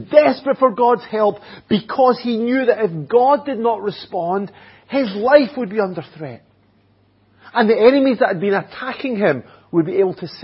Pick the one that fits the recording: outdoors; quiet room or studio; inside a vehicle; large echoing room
large echoing room